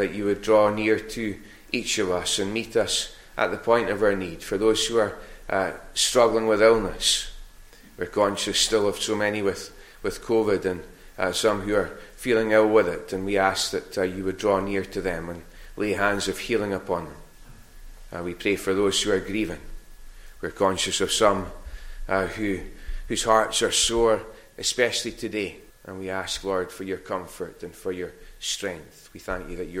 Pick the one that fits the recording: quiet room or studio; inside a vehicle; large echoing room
large echoing room